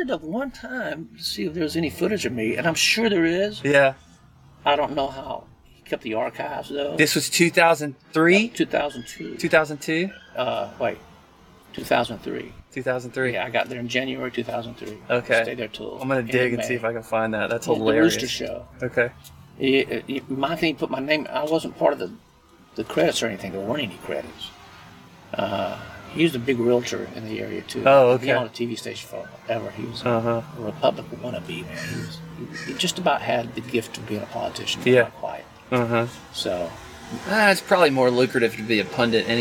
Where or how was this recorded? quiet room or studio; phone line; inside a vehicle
inside a vehicle